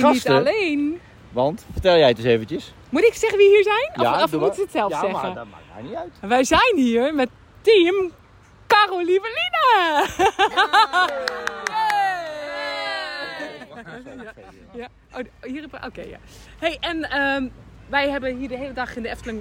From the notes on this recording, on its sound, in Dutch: Deze aflevering hebben we weer opgenomen in de Efteling!